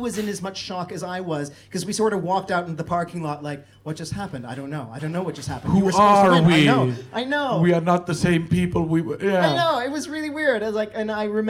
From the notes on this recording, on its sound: Recorded at Mascot Bar & Live Stage on 3.